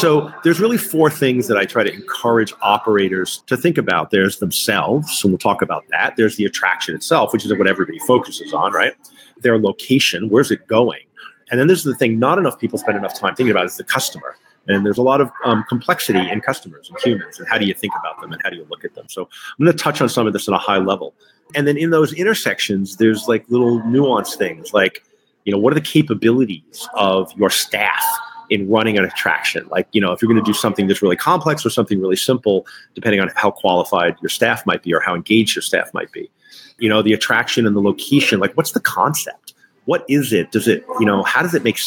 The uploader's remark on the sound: Live at the AAMA Annual Meeting. LIVE from AAMA Annual Meeting and Gala, where all the amusement manufacturers gather each year to showcase their new products to distributors.